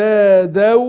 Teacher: اخفيتها في نفسها مع الغنة ورحت جاب الحرف بعدها الدال · Term: اخفيت النون